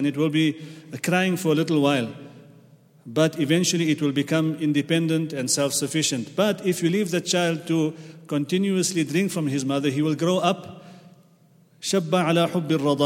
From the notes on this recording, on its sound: at the Houghton Masjid (West Street)